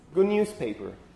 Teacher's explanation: the plosive actually sort of disappears · Term: manner of articulation assimilation